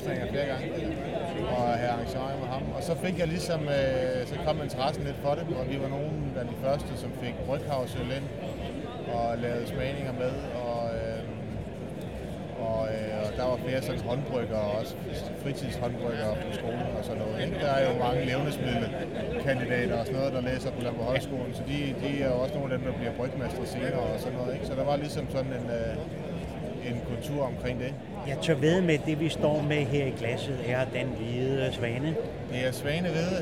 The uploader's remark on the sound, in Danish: Festivalen foregår i Forum i København og de to ølnørder snakker med flere danske bryggerier